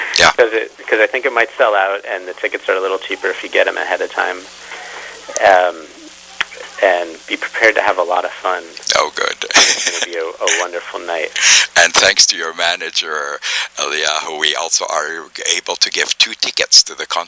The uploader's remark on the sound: Conducted by telephone in May 2013.